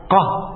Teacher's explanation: القاف من الحروف الشديدة لشدة وثقل مخرجها